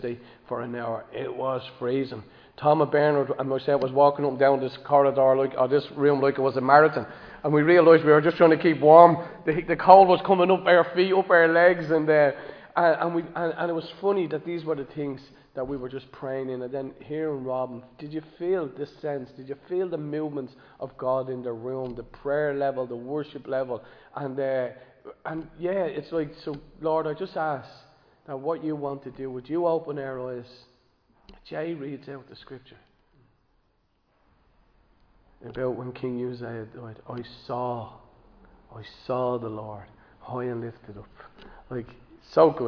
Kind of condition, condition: setting, large echoing room